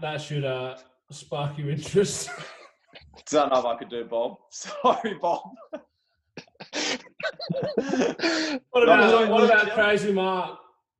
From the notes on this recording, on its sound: got on zoom together